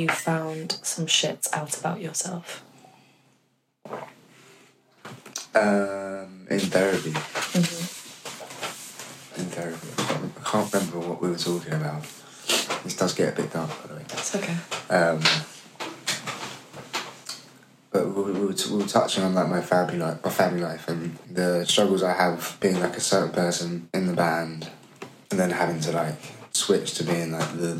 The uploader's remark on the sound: This podcast episode was recorded using an iPhone, so unfortunately the audio quality is not as high fidelity as other episodes.